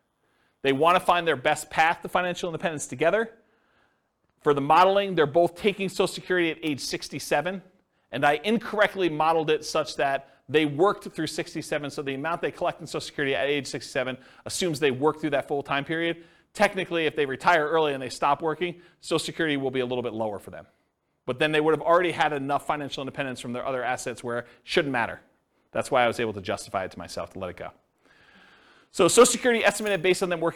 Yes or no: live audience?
yes